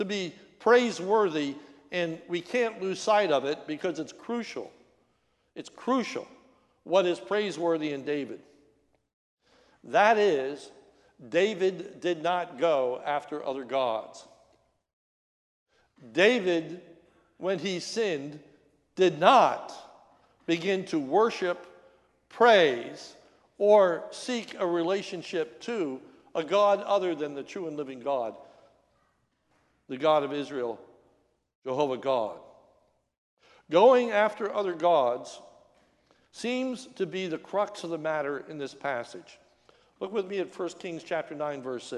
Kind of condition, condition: setting, large echoing room